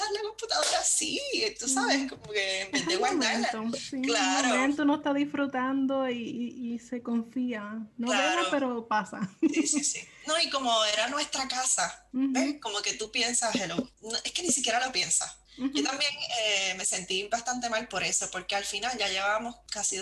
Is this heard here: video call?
yes